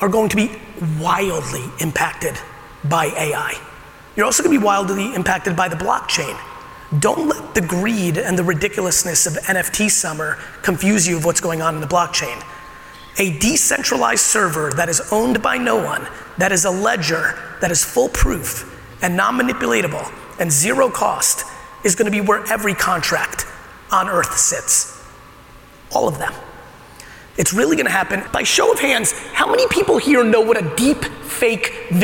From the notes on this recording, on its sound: Today's episode of the podcast is my keynote at the ITC Vegas event.